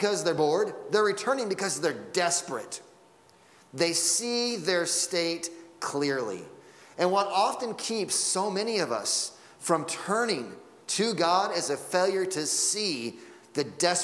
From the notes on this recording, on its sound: Sunday Morning Sermon Audio